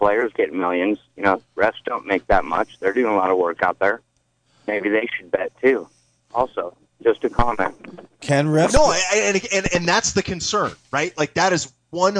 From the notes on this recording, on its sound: An hour of community call ins about all things sports.